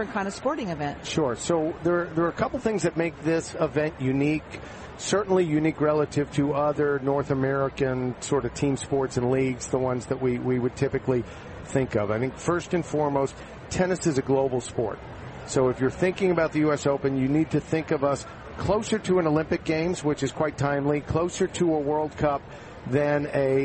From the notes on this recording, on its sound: Live from the 2016 US Open in Flushing, Queens.